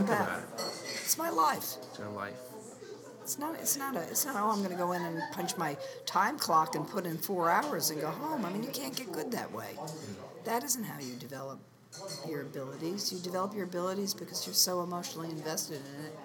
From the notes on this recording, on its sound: My first night at AIGA Minnesota’s Design Camp. I was at a special pre-conference dinner for the speakers, sponsors and media for the event.